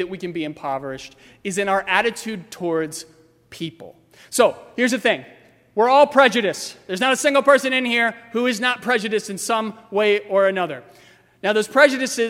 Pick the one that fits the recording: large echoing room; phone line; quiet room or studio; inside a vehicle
large echoing room